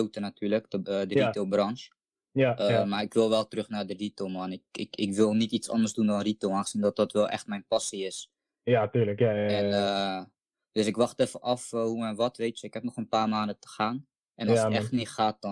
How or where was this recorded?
video call